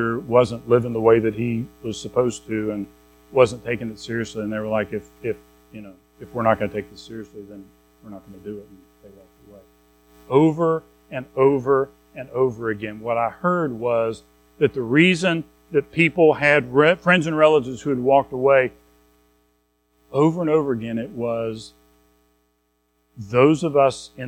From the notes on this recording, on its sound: Recorded at Madison Baptist Church in Madison WV on February 19, 2023